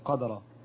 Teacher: الدال هنا مقلقال عليها سكون، فبعض الناس يقولها قدره بالفتح. · Term: ساكنه مقلقله